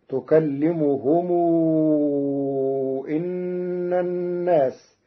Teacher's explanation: قرأ ورش كلمة أن بكسر الهمزة فتصير تكلمهم إن الناس على الاستئناف، وكل أتوه داخرين.